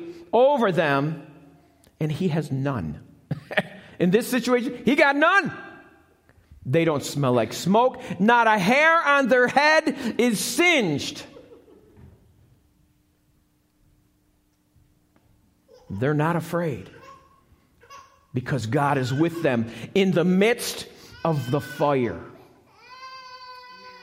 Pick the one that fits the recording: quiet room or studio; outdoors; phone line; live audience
live audience